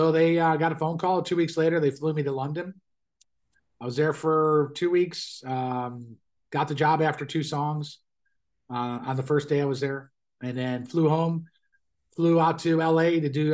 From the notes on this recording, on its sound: Zoom interview